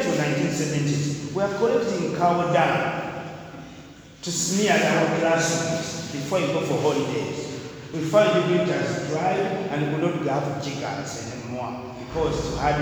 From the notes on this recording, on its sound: Discussed during a lecture